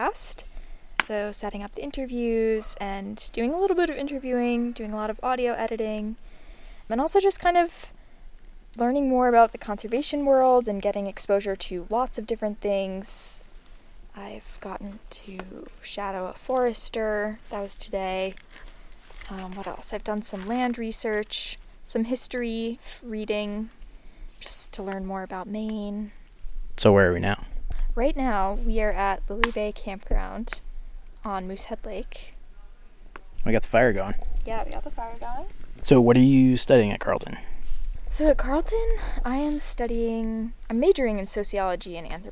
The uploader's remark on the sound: This conversation was recorded while sitting around the fire on a gorgeous July evening at Lily Bay Campground on Moosehead Lake.